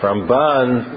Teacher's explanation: You'll notice that the accent is always on the second syllable.